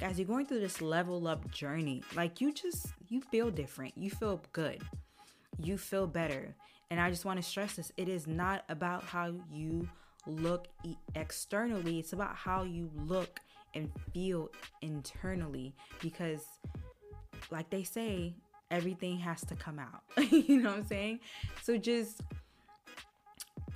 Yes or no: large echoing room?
no